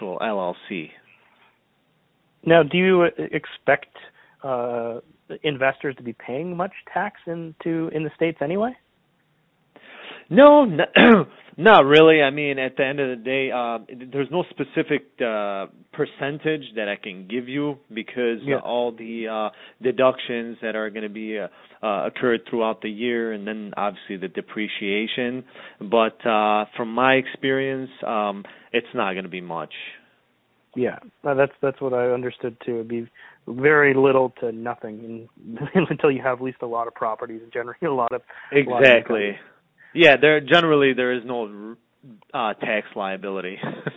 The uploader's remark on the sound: have a phone call where we answer listener questions.